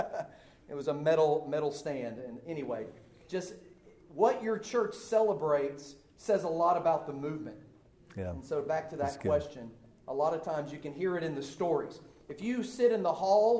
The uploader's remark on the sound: The following audio comes from the National Disciple Making Forum by Discipleship.org. An organization called discipleFIRST hosted a track called "Invest in a Few: How to Raise Up Reproducing Disciple Makers." That’s where audio for today’s episode was recorded.